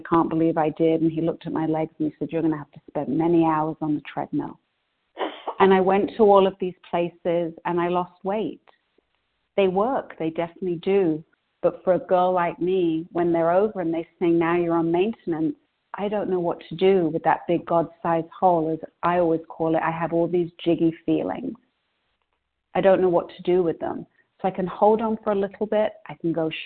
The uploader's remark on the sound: 100 Pounders Phone Meeting on 12/8/20